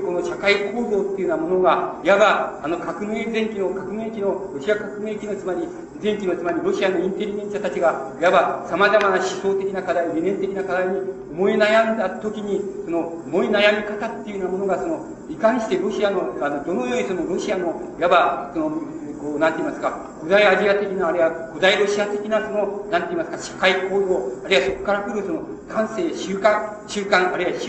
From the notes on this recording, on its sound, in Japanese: 場所：渋谷･東京山手教会。ドストエフスキー死後百年祭 で 行われた。全編に周辺ノイズが入っている。教会で行われたため音が響くが ライブ感あふれる録音。